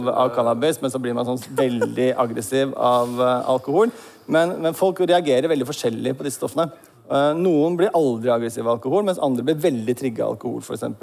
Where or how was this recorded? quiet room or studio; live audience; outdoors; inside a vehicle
live audience